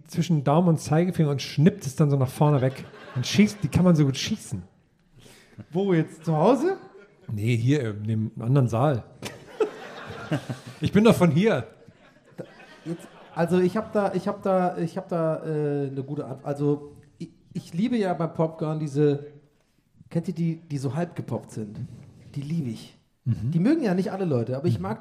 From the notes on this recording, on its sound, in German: Aufgenommen LIVE in Dresden am 30.09.2021